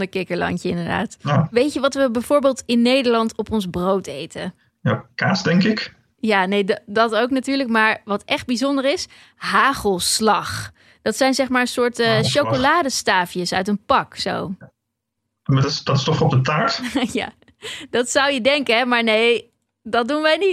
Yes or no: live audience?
no